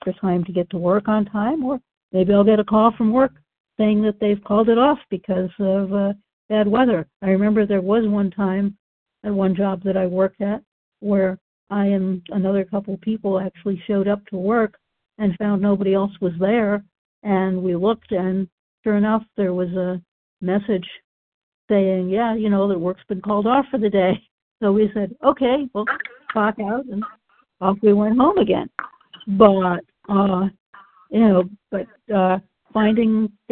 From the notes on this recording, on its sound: From the 100 Pounders Phone Meeting, 10/4/23.